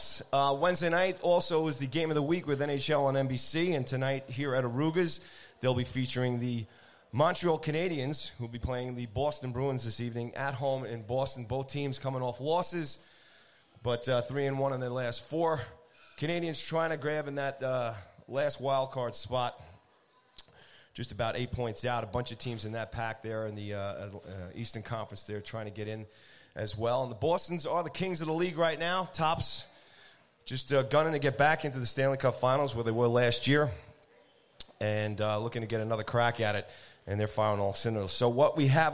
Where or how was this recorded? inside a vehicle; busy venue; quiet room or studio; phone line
busy venue